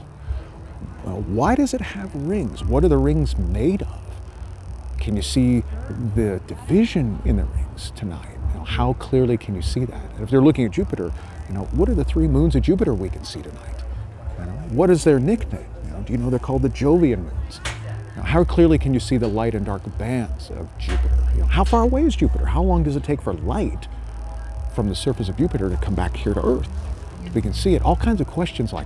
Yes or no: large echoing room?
no